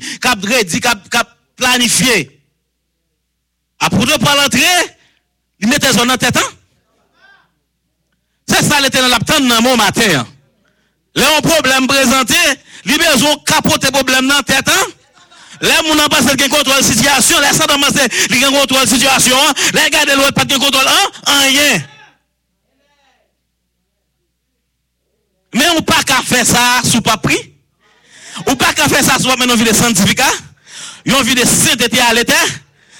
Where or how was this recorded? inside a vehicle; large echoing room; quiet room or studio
large echoing room